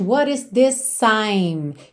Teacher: Ficou this I'm, s-s-s, nessa ligação, certo?